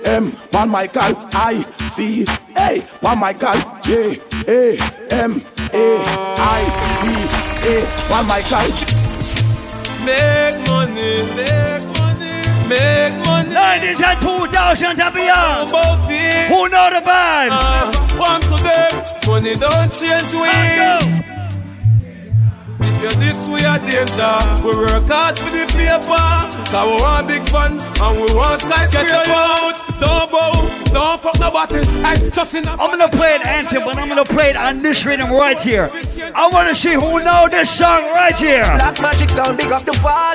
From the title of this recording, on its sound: LIVE AUDIO: ISLAND SATURDAYS 90s VS 2000s BASH PT2